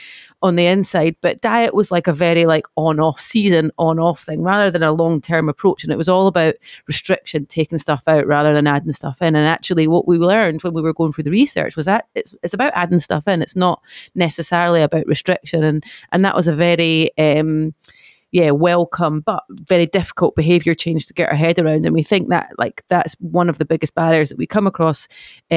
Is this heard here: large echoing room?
no